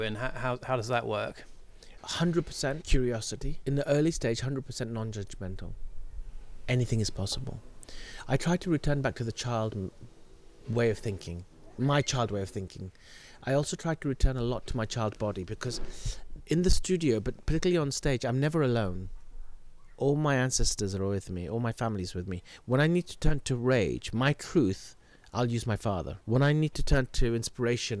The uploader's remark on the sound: He kindly invited us to his home last summer and we recorded this conversation in a shady spot in the garden.